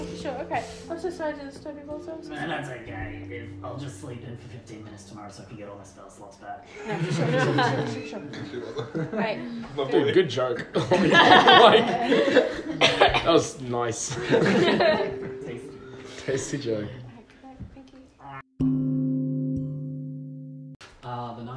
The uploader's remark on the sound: This is a tester sampling audio recording isn’t awesome.